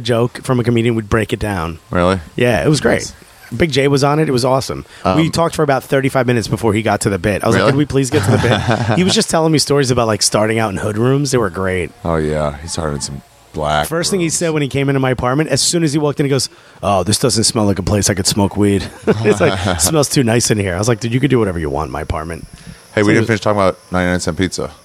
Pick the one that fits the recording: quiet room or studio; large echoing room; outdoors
outdoors